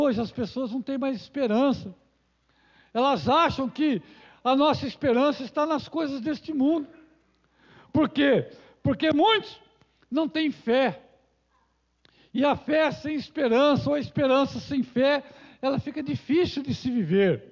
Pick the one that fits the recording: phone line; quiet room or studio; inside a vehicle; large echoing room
large echoing room